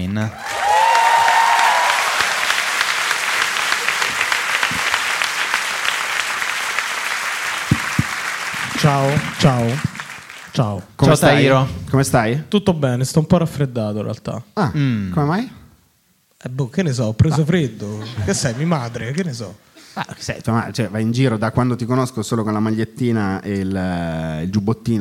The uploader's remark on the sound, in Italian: Live dal teatro Franco Parenti di Milano. Con gli aneddoti variegati del pubblico milanese.